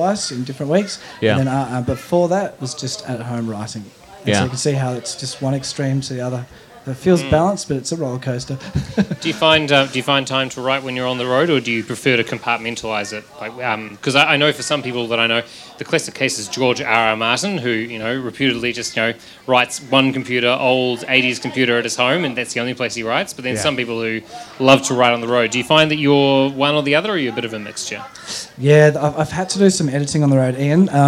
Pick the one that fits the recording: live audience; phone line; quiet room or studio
live audience